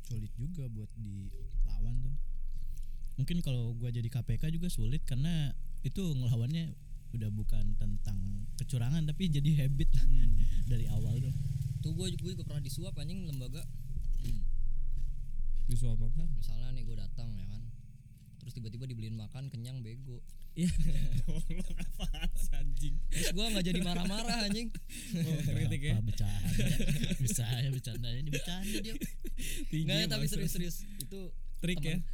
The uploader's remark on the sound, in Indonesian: Ngobrol subuh-subuh, soundnya sedikit jadi kecil monmaap lagi-lagi kesalahan teknis.